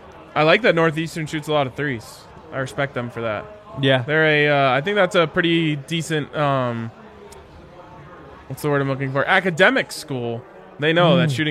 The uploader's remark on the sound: LIVE from the DNVR Bar